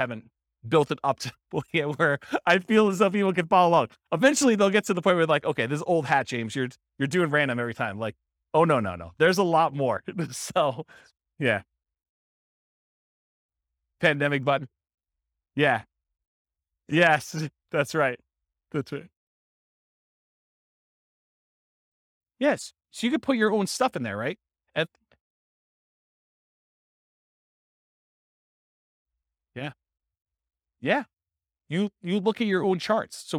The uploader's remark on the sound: This was a live class recorded